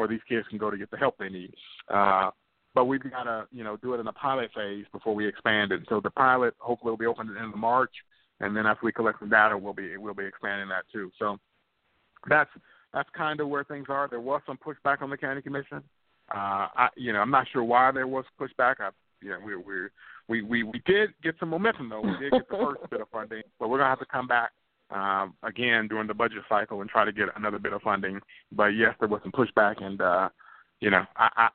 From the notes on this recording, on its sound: a live call in lifestyle show